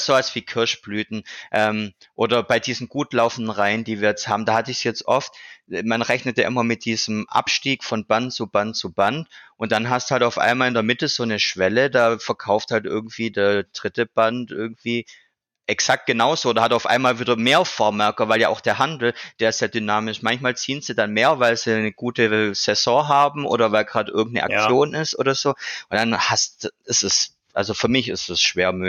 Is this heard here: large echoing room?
no